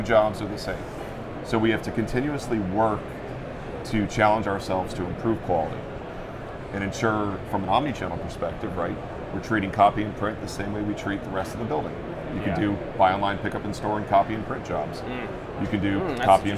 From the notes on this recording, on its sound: Live From NRF 2024